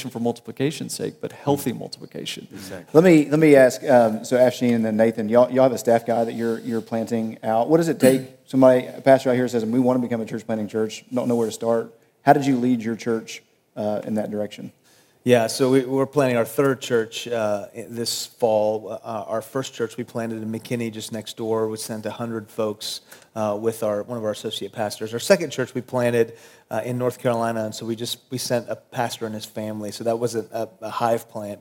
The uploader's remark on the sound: at the Southern Baptist Convention Pre-Conference in Dallas, Texas, on June 9, 2018